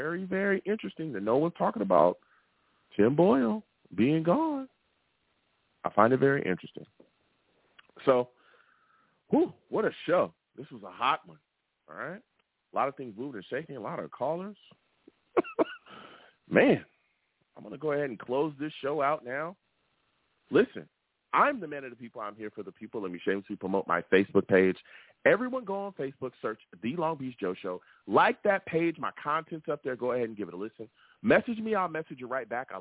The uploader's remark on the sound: I take live callers!